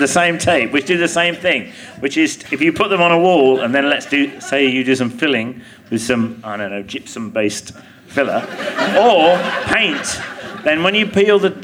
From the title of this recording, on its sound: Leicester Square Theatre Podcast